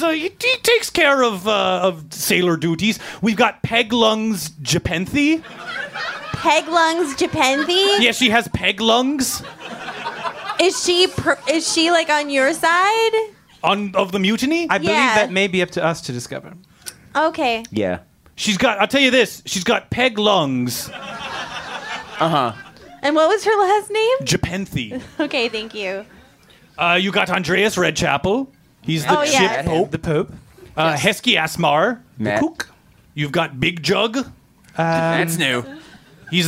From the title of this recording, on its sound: Rude Tales LIVE at Union Hall 1/24/20